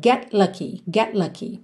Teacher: A língua já tá no céu da boca pro T de get, já sai pro lucky.